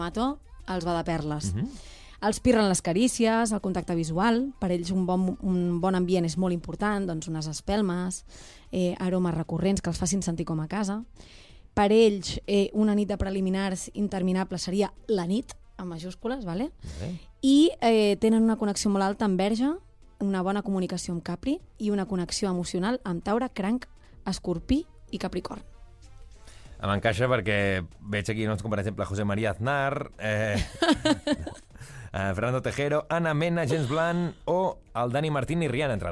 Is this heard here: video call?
no